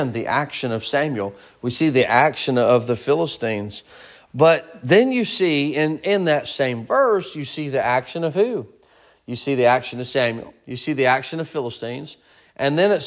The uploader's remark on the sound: Sermon preached at Mid County Baptist Church